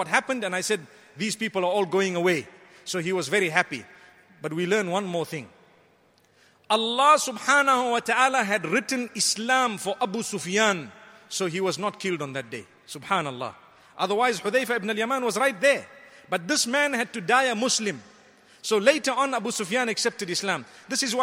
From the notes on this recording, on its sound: Delivered at Tuanku Mizan Zainal Abidin Musjid